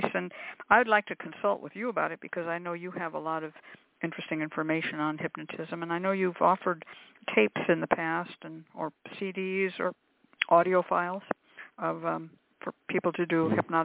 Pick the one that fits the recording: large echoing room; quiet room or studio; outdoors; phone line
phone line